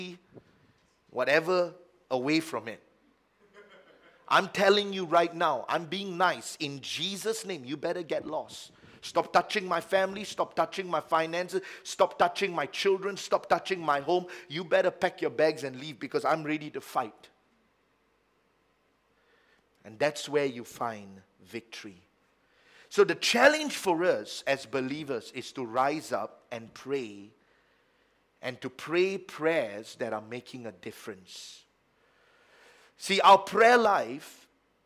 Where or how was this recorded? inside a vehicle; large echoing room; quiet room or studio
large echoing room